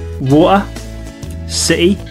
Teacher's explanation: In many cases, the T sound is dropped.